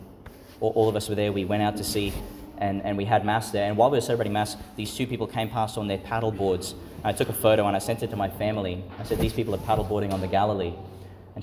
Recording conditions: large echoing room